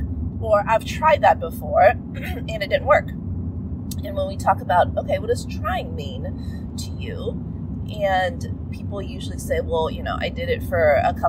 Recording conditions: inside a vehicle